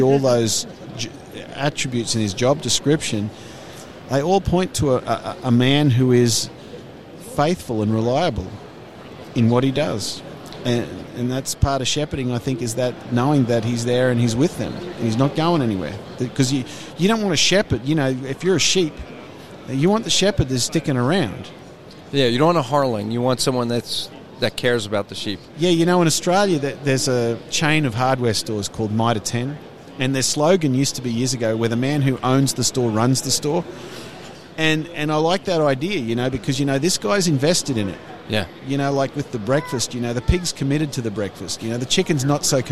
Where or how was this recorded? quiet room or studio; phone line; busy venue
busy venue